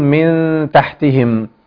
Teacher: ارقق غنه الاخفاء اقول من تحتهم